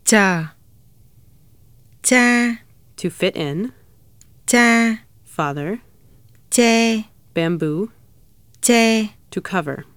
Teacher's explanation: the Hanoi dialect does not distinguish the two consonants